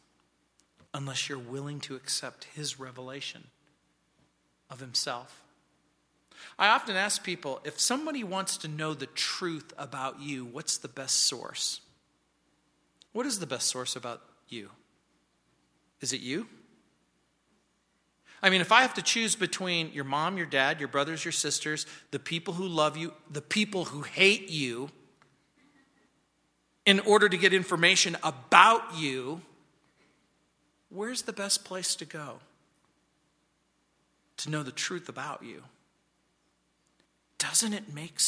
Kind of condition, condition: setting, large echoing room